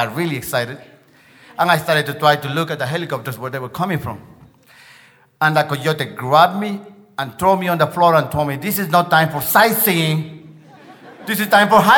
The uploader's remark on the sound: Live from the Cowboy Poetry Gathering